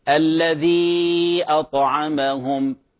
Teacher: الطاء في كلمة أطعمهم قلقلة، والمرتبة الأولى الطاء أقوى حرف من حروف القلقلة